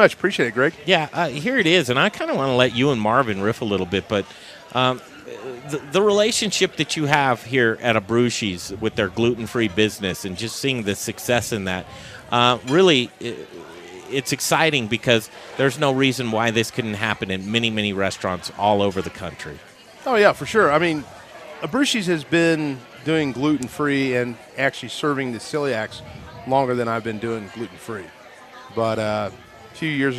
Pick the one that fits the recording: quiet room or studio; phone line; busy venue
busy venue